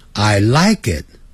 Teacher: 这个代词它是通常不强调的，所以强调的是前面的动词，所以那个动词声音会高一点。 I likeit， I 也是代词嘛，是 I like it